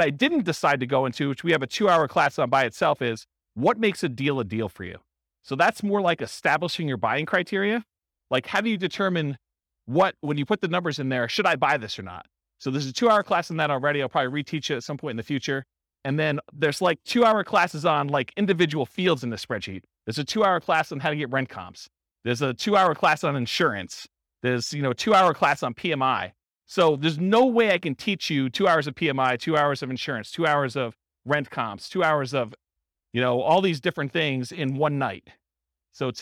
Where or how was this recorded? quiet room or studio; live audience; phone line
live audience